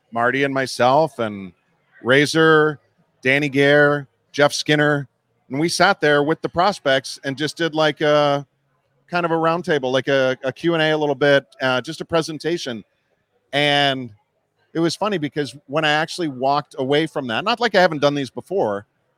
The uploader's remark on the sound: LIVE From Imperial Series. For a sit-down conversation taped live from Imperial Pizza in South Buffalo. Thank you again to Imperial Pizza (1035 Abbott) for hosting this live series.